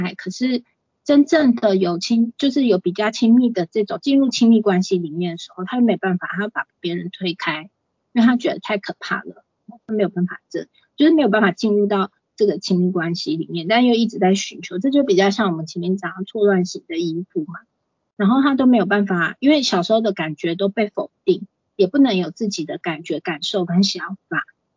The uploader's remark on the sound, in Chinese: 此為線上課程錄音檔。講座錄音。